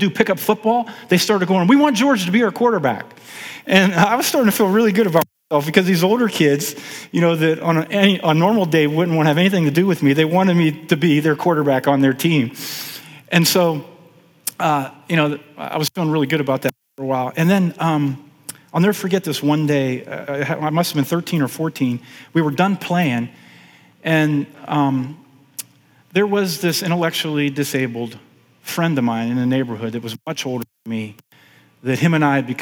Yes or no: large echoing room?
yes